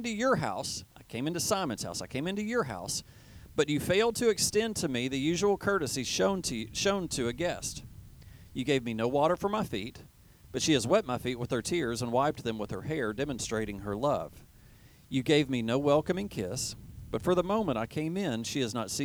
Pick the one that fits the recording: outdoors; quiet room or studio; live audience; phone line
outdoors